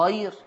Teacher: لفظ خير ترقيق الراء وصلا